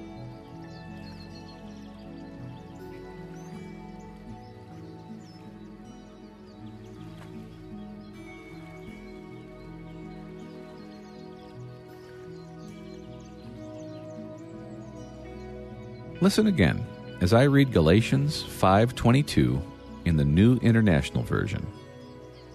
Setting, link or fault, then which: fault, sounds in the background